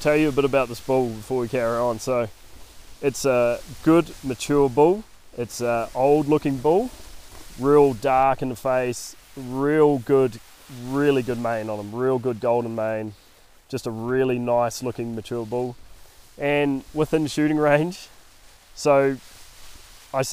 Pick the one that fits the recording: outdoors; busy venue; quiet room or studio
outdoors